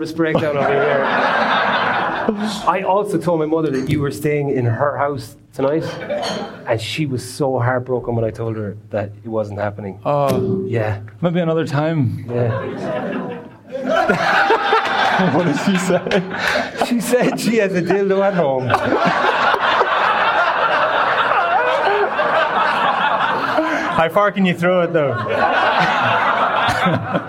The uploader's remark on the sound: The House of Rugby show is on the road! Live in Limerick, at 1314.